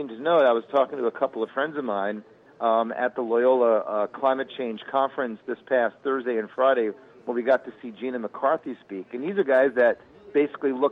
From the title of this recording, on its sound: Live from the 2018 Chicago Flower & Garden Show!